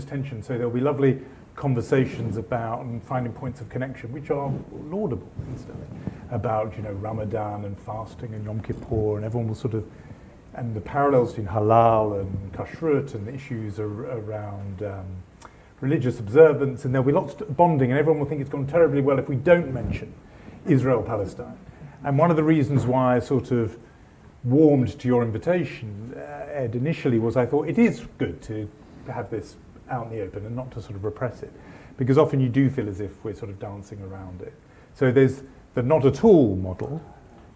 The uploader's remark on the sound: In a special podcast by the Woolf Institute, recorded live at our ‘We need to talk about Israel/Palestine’ event.